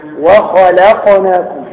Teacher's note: تفخيم الخاء مع ترقيق اللام